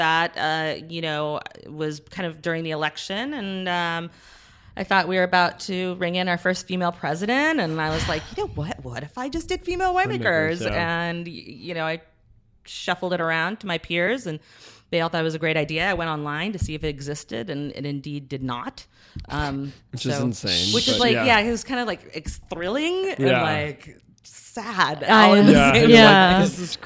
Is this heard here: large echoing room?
no